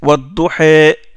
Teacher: L'imala, c'est l'inclinaison. L'inclinaison du son de A pour l'incliner vers le I.